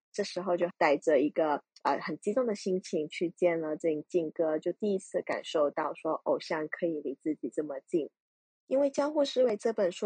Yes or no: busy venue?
no